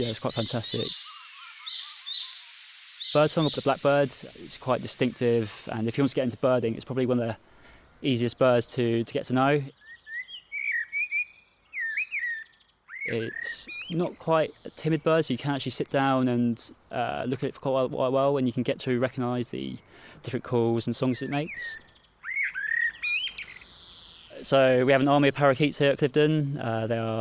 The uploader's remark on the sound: The Sweet Sound of Birdsong. In this mini episode from Cliveden, you’ll hear the sounds.